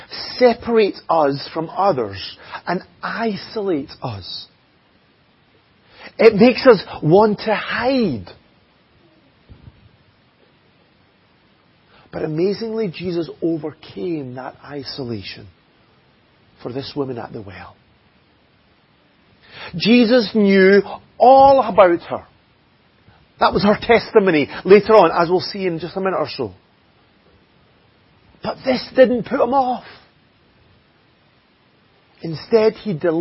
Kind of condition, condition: setting, large echoing room